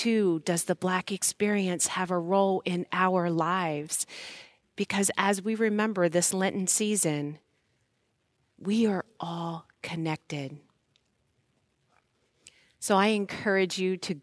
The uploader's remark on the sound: Recorded live at Beatitudes Church in Phoenix, AZ.